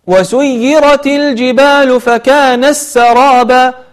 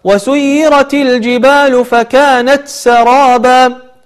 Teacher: تحاول أن تظهر التاء ولا تدغمها وتدخلها مع السين · Shown in: second take